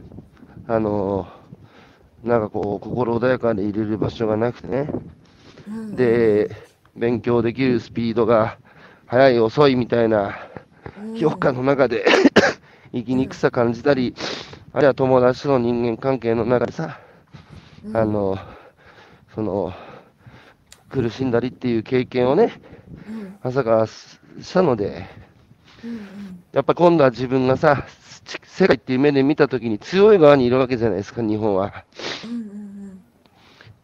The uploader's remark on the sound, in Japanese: 歩きながら1時間、対談する